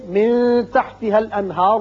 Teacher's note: من کے نون ساکن پر اخفاء حقیقی ہوگا